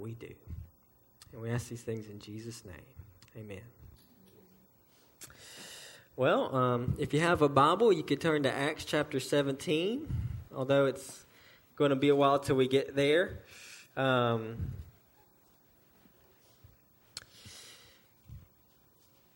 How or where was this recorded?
large echoing room